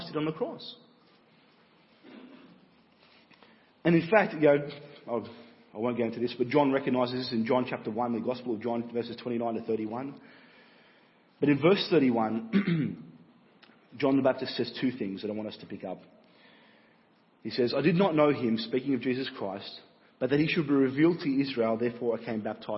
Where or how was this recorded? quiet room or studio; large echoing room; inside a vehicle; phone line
large echoing room